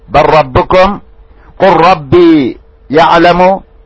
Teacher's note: واللام طبعا هنا هي مع الراء، بل ربكم. هذا يسمى إدغام متقارب